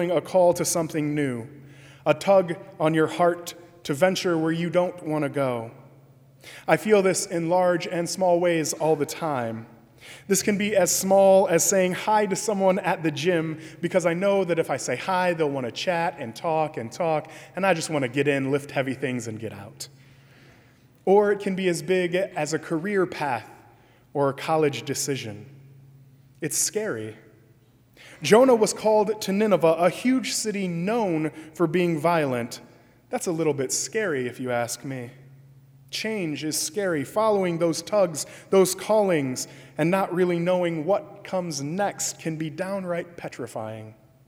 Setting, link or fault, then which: setting, large echoing room